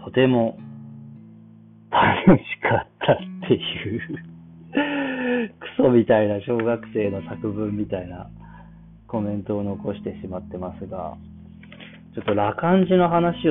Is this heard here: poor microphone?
yes